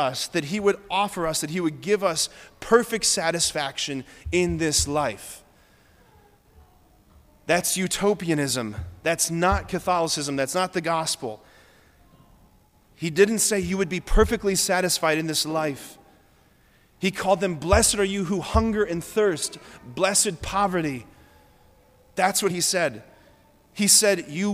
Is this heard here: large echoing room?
yes